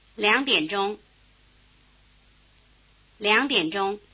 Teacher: You'll notice that there's a tone change on 两. Usually it has a low tone, but before another low tone, it has a rising tone.